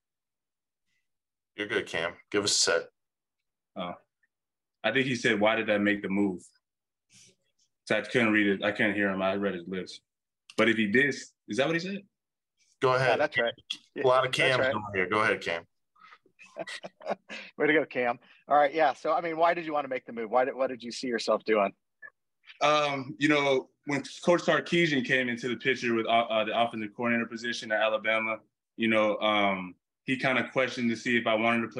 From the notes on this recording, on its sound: called in for an introductory press conference